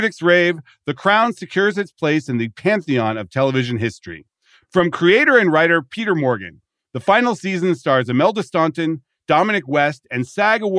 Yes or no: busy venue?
no